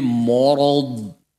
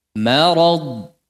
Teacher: Mim, ra, dod. Ra dan dod tebal. Mimnya tetap tipis. · Shown in: second take · Jangan jadi morod.